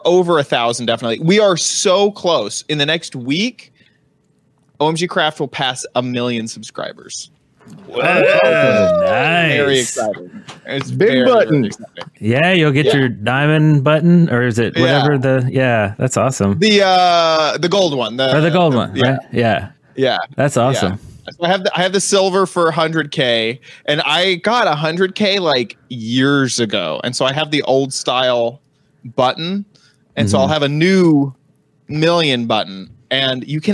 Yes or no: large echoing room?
no